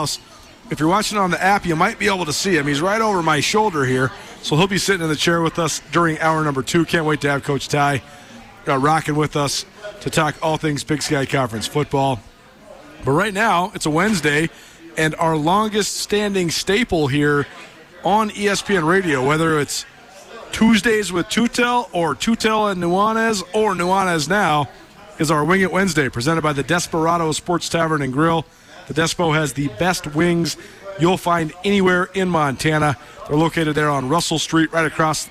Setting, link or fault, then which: setting, outdoors